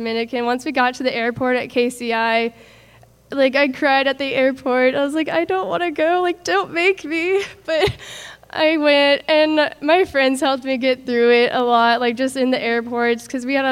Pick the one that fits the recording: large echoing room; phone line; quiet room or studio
large echoing room